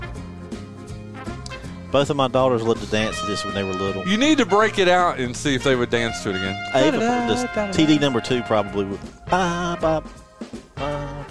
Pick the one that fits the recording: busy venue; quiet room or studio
busy venue